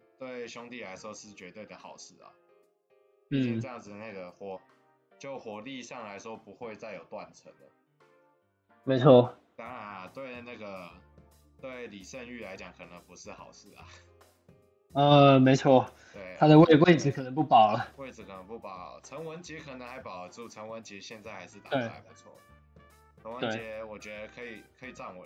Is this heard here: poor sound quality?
yes